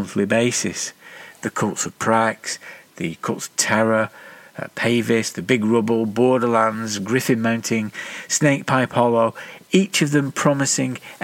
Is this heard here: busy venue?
no